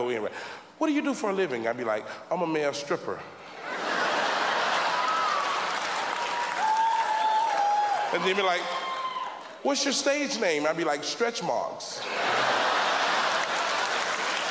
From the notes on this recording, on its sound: the 2003 Just for Laughs Festival in Montreal